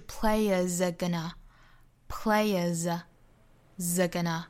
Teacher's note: player 后面加的 s 读浊辅音，清清浊浊的规律，再跟后面的 r 弱读的连读，就是 players are gonna, players are gonna, are gonna,后面这个 gonna 一般在句子里会弱读，读成